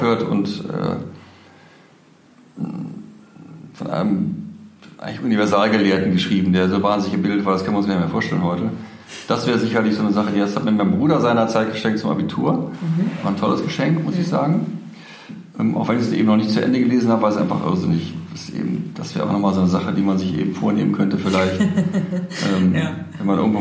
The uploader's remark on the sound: live - restart 2019